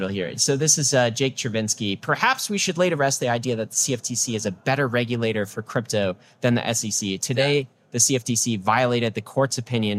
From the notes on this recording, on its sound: Live From Permissionless!